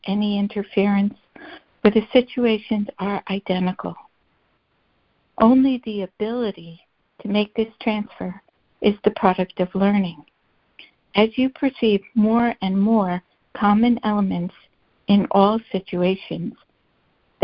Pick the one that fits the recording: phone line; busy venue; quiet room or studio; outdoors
phone line